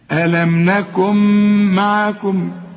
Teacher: النون دي اللي بدون تشكيل ادغمت ادغام كامل في الميم